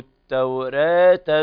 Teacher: هو الإمالة تقريب الألف إلى الياء